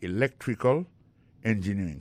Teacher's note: accent tombé dans electrical là, c'est sur deuxième syllabe là